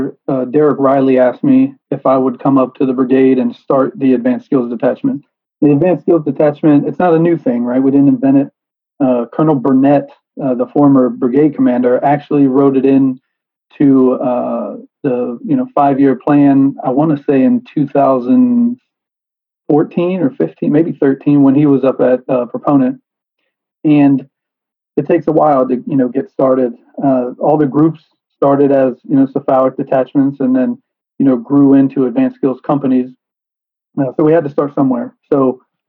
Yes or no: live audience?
no